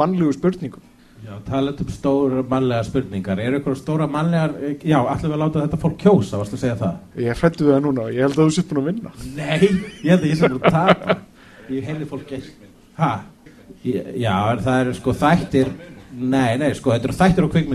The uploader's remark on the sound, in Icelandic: Live! á Húrra. Fyrir framan “live studio audience”.